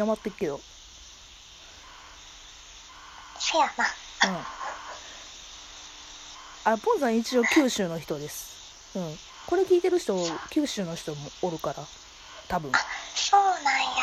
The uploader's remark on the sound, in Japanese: モーター音等の雑音が常に入ってますが